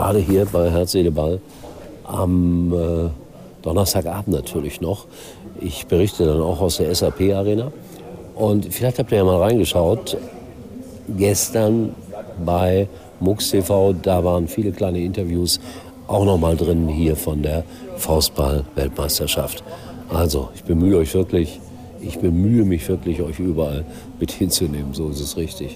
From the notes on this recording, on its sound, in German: live von der Weltmeisterschaft